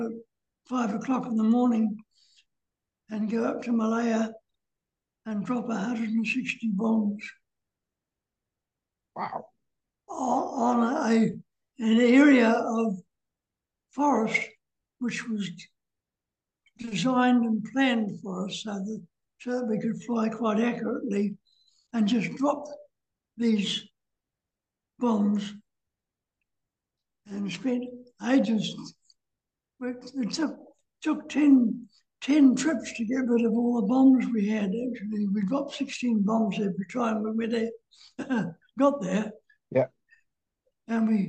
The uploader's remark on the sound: talks via Zoom